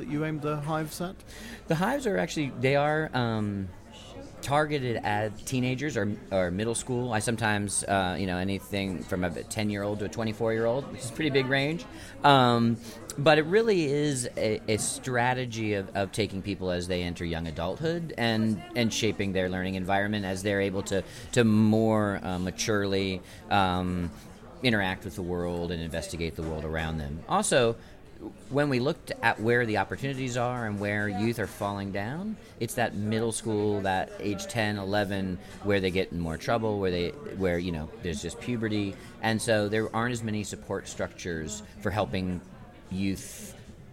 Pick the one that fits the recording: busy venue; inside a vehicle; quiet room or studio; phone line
busy venue